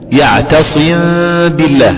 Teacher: عندك غنة مقدار حركتين، غنة صوت لذيذ مركب يخرج من الخيشوم